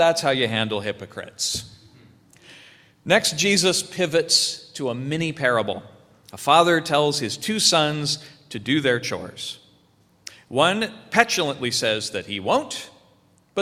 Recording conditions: large echoing room